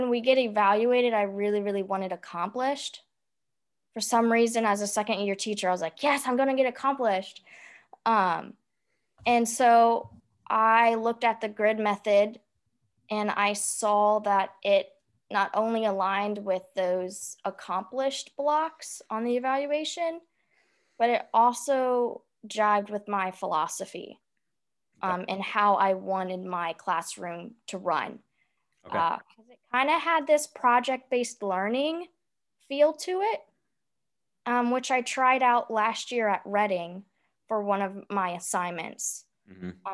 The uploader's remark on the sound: Originally recorded via a Zoom video call.